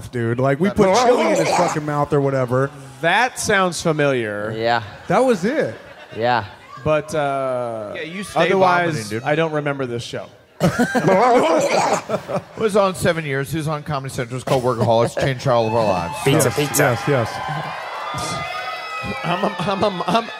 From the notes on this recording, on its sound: Live From Tulsa!